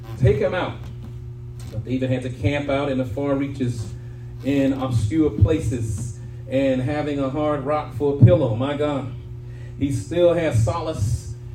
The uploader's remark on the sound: shared this message live at RACC on 5/7/23